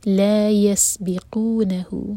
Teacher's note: سین ساکن پر سیٹی کی آواز آنی چاہیے، اور لا مد تبعی ہے، دو حرف کا لمبا.